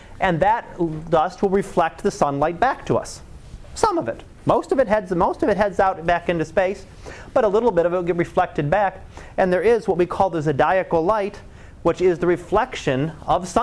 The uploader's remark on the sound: Live Class Lecture